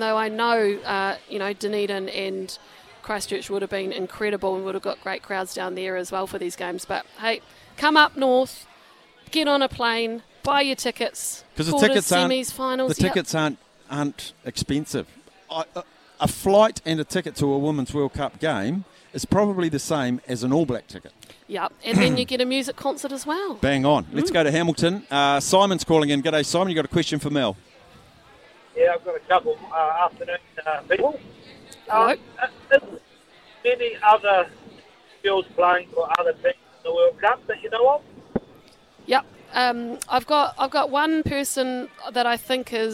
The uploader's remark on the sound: LIVE from Andy's Burgers & Bar